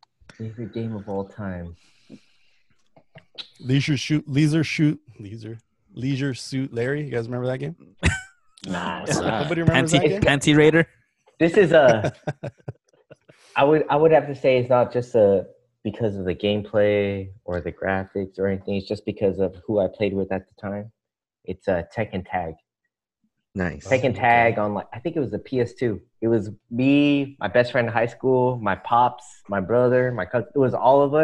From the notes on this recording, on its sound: For the first time the guys get together through Zoom because of COVID-19.